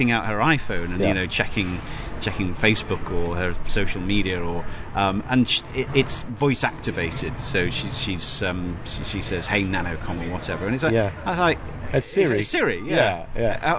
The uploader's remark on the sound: We're on foot again in this special episode we thought lost. On location: Saint Paul's Cathedral - apologies for the windy conditions, stick with us.